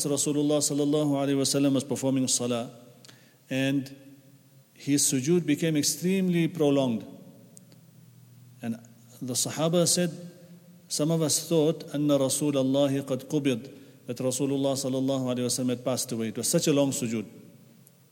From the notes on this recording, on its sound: at the Houghton Masjid (West Street)